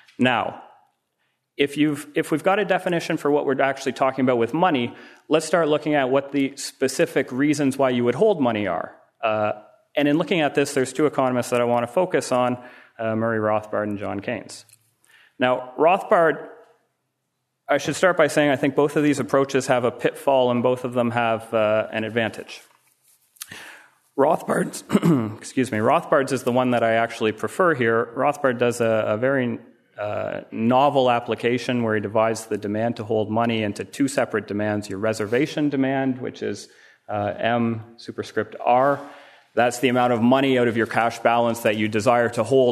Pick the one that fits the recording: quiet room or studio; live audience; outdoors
live audience